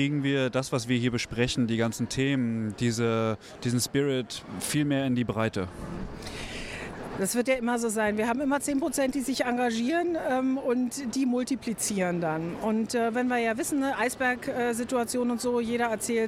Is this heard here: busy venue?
yes